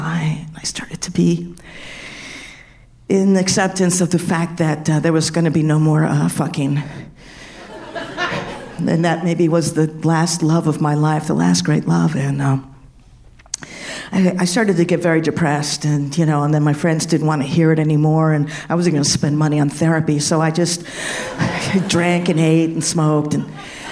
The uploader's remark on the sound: Live From San Fran 2016